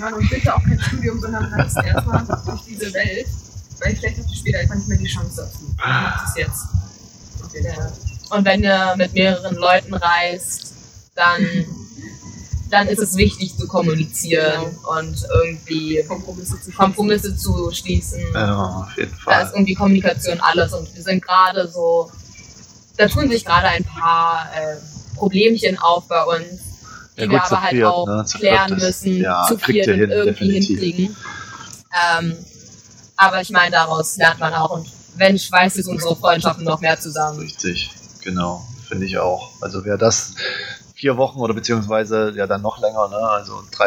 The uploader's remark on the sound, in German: Live aus Neuseeland. In einer gemütlichen Runde im Park befragt. Die Tonqualität hat diesmal leider ein wenig gelitten.